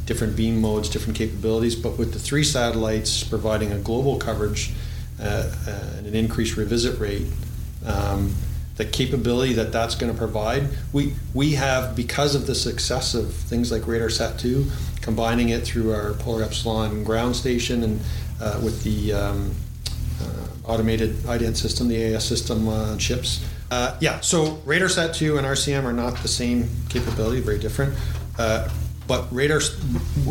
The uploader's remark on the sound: In this podcast recorded at the CASI ASTRO 18 conference in Quebec City.